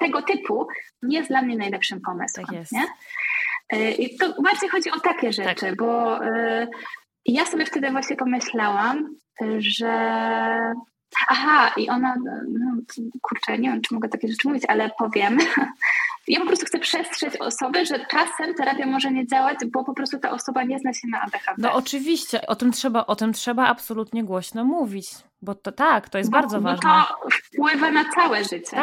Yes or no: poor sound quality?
yes